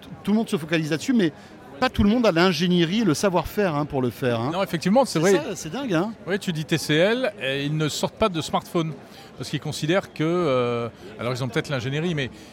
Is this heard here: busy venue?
yes